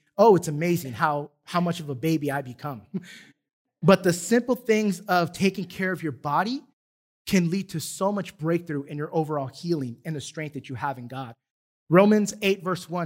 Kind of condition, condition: setting, large echoing room